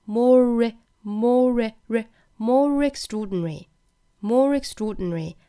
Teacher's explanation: more 和 extraordinary 这两个词放在一起，我们要注意啊，加一个小小的 r 的发音